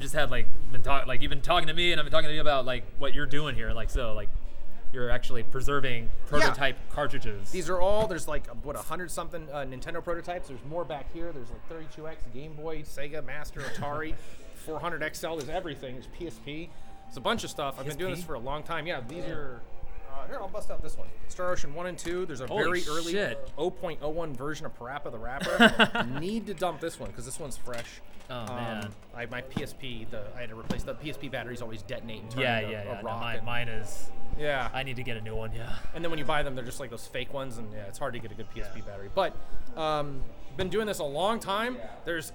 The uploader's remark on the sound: In The Field At Sacramento Gamers Expo